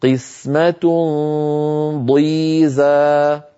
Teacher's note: بالنسبة للتنوين قسمة ضيزة نفس الكلام، أنتقل إلى مخرج الضاد من غير ضغط قسمة ضي، فلما أصل إلى الضاد أقول ضي، الضغط وإغلاق المخرج والاستطالة يكون كل هذا عند انتهاء صوت الغنة، والفم كان مهيئا على مخرج حرف الضاد.